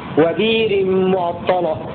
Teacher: اتفق ورش مع السوسي على إبدال همز البئر في قوله تعالى وبئر معطلة، فيرويها ورش تبعا مع السوسي وبئر معطلة لم يغلب اللام، والسوسي يرويها وبئر معطلة في سورة الحج.